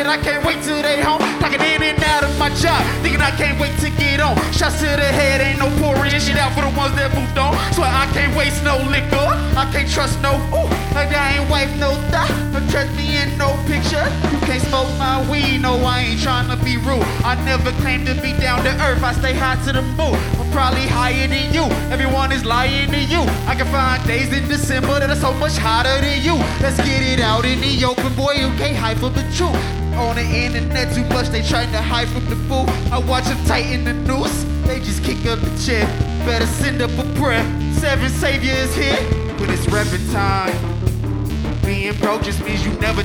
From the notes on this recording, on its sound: This recoding was captured at Healer during the 2019 New Hands Music Festival.